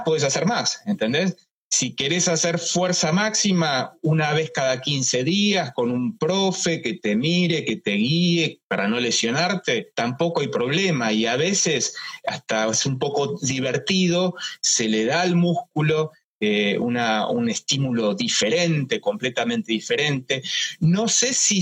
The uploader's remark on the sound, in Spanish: Charlamos en vivo por IGTV